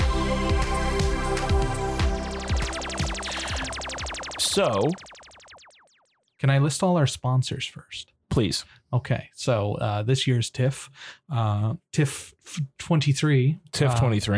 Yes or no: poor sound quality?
no